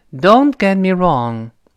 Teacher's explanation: don't 那个 t 失去爆破。get 那个 t 也失去爆破，因为爆破音后面都出现辅音了